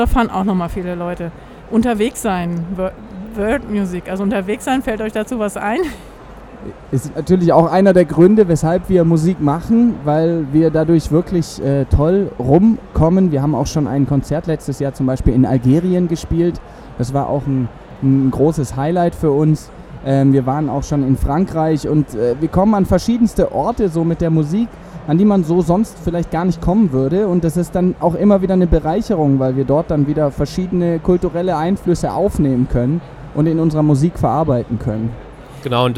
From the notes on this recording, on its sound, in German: live vom evangelischen Kirchentag 2017 in Berlin